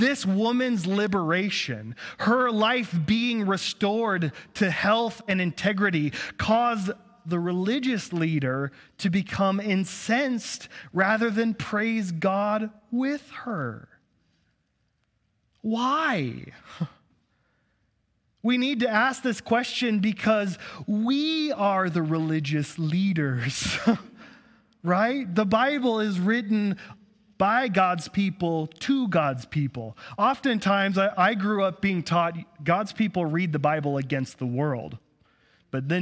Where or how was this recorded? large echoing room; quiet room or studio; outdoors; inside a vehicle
large echoing room